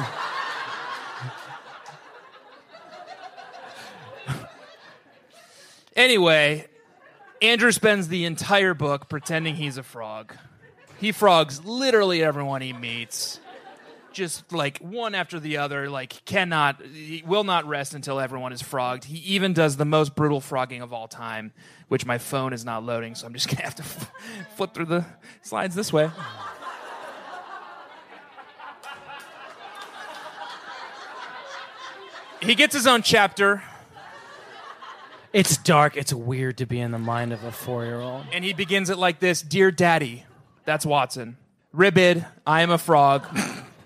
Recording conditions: live audience